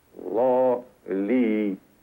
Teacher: Кончик языка совершает путь в три шажка вниз по небу, чтобы на третьем толкнуться в зубы.